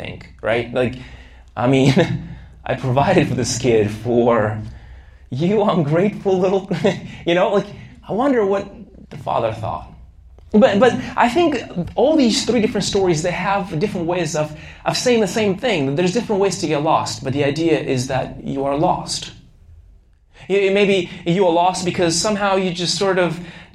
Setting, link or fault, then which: setting, large echoing room